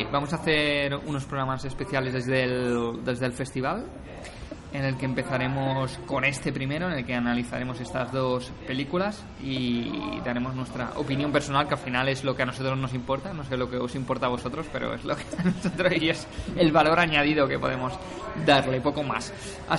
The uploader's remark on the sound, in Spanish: Sitges Film Festival. Tendréis que disculpar el sonido de ambiente, ya que grabamos en riguroso post-pase, sentados en uno de los bares de Sitges.